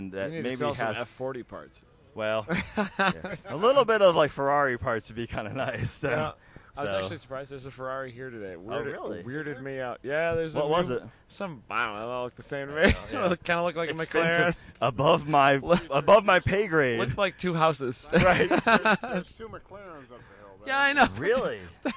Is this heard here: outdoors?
yes